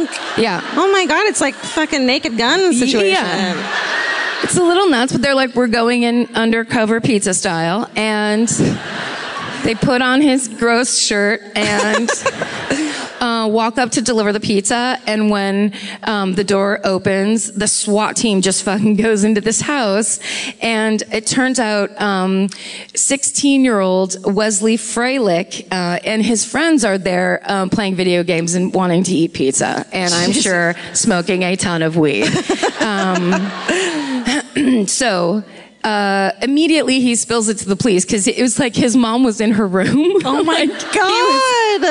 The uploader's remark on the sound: Live at The Grove in Anaheim